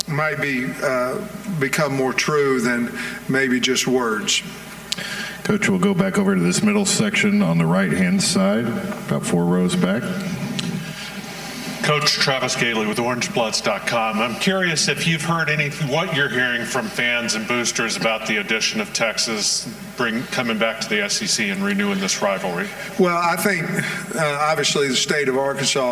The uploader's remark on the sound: live from the Podium at SEC Media Days